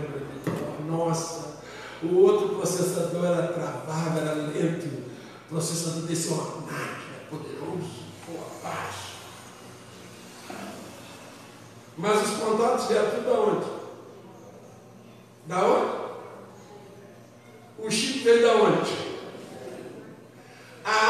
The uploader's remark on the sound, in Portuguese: Ao Vivo na Casa de Louvor